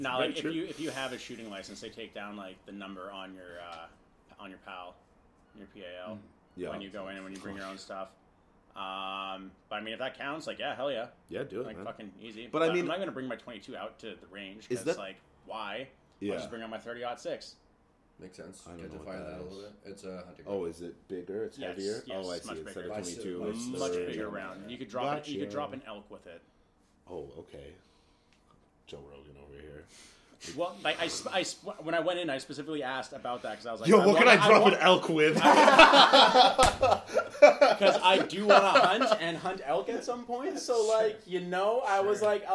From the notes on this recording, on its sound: Sorry for the yelling, we recorded this while watching the prelims for UFC 244 and got pretty excited.